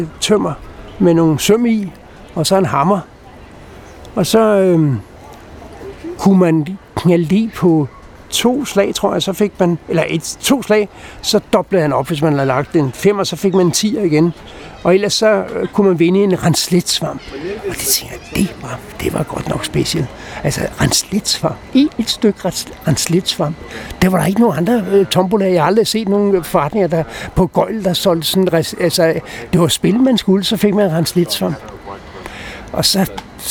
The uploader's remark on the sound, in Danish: Optaget på Nimb Bar, Tivoli, København.